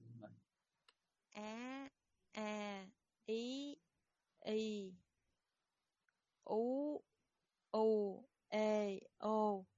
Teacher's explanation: Ba nguyên âm ngắn là A I U. Năm nguyên âm dài là A I U E O.